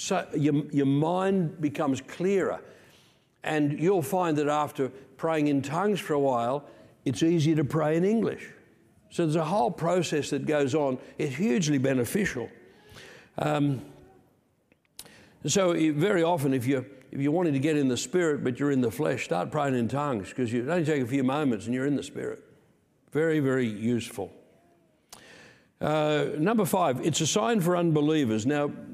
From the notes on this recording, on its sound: Recorded Sunday 2/7/2023 Peace Christian Church, Rockhampton Qld